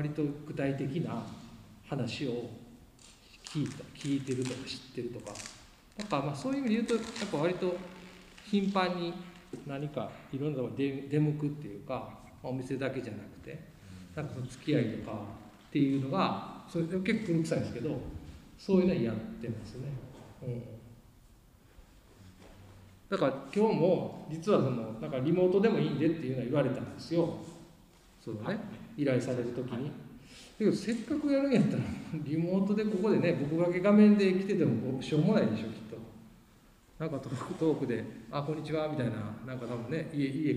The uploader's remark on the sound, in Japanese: 2022年4月30日旧田島うるし工場で開催されたIN/SECTS CARAVAN 2022でのトークイベントの模様をお送りします。